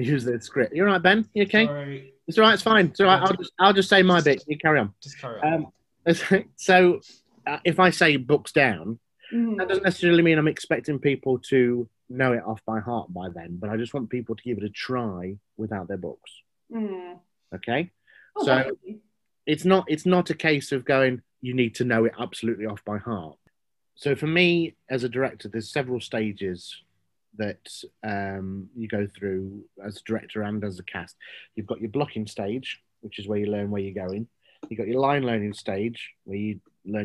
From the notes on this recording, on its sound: This episode was recorded virtually prior to recent government changes in restrictions.